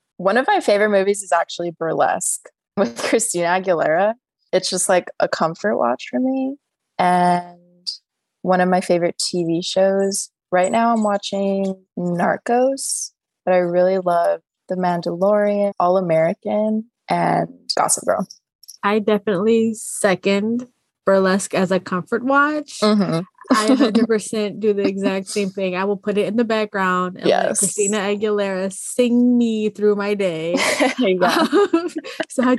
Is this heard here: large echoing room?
no